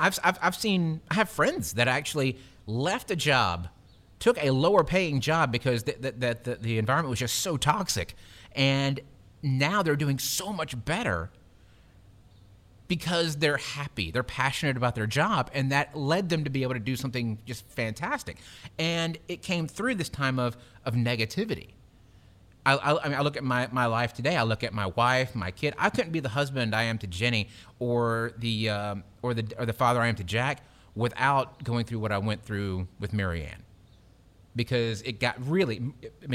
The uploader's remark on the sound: Live from Hammer and Stain!